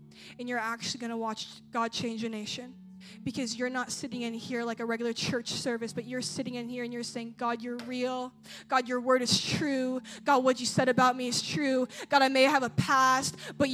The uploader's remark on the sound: at a Jesus Followers Sunday night service